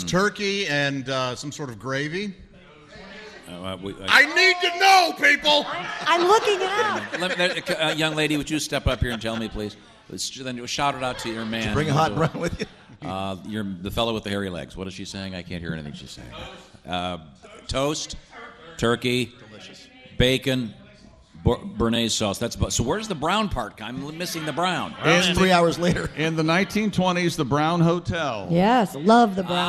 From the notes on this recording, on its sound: live from the Bourbon museum in Louisville